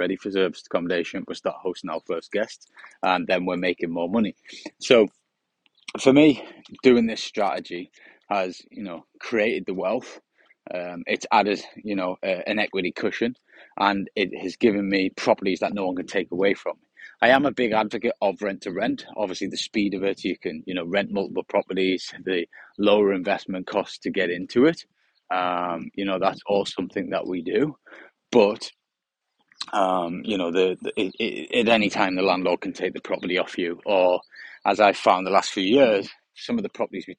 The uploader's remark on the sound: On A Sunny Morning Walk